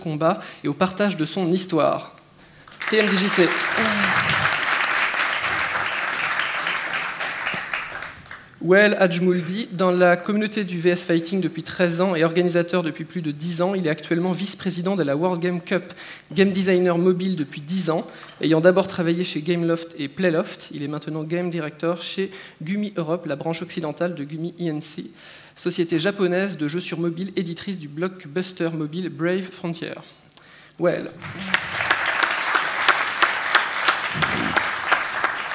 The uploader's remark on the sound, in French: Cycle de conférence enregistré du 2 au 4 mai 2014 lors du Stunfest